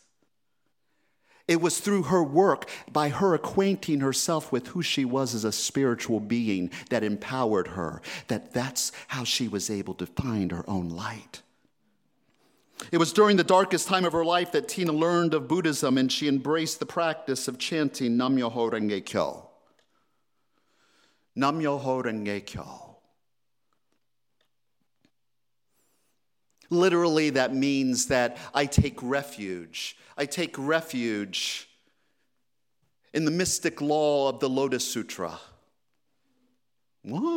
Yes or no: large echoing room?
yes